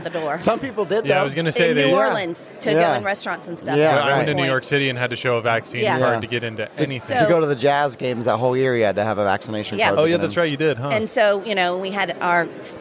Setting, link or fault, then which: setting, busy venue